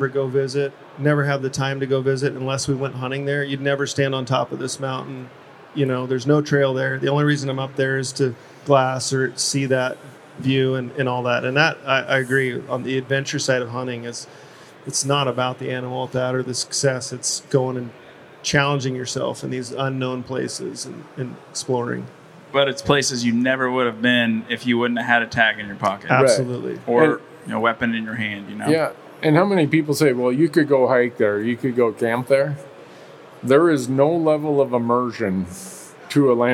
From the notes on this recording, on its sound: recorded at the Pacific Northwest Sportsman Show